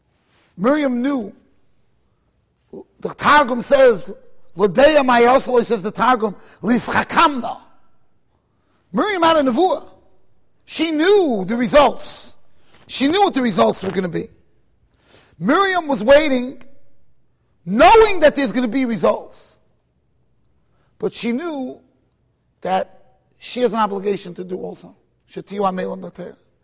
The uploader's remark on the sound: Shiur recorded in Kahal Ahavas Yitchok, Monsey NY.